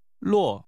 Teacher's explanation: The name is pronounced with a falling tone.